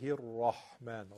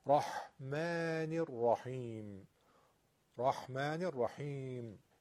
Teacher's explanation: بسم الله الرحمن، را، را مفتوحه درشت میشه